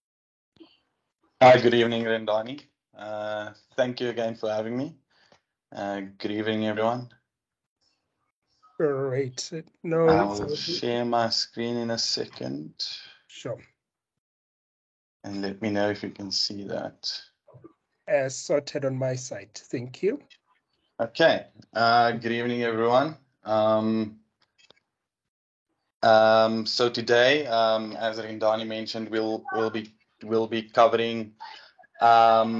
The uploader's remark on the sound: Business Acumen Webinar